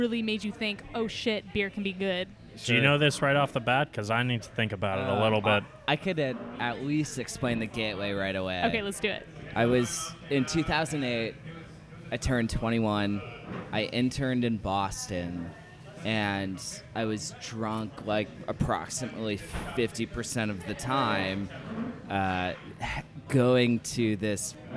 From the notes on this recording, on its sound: This episode is recorded in the Belgain beer bar, The Stumbling Monk.